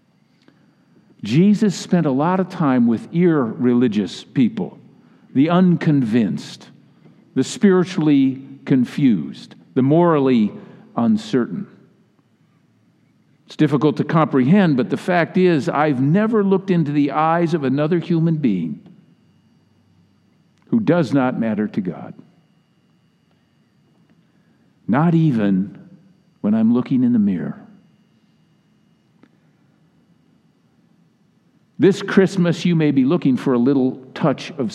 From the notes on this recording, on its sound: Message delivered during the 8PM Christmas Eve service.